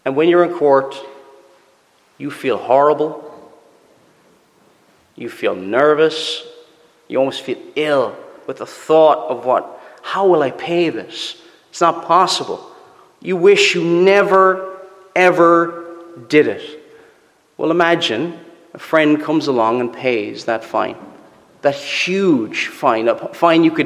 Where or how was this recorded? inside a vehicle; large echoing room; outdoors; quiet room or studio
large echoing room